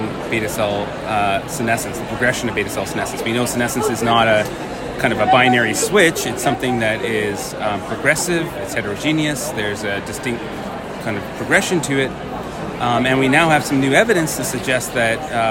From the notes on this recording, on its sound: recorded during Day 1 of Islet Study Group 2023